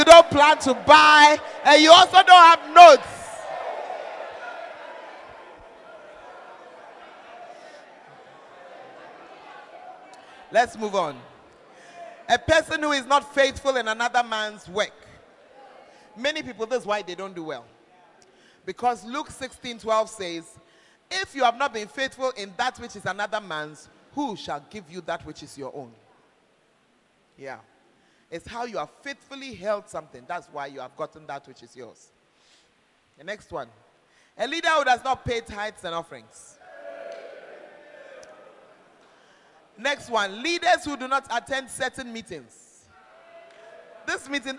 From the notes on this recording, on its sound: Preached At The 12 Foundations Of The Bacenta Camp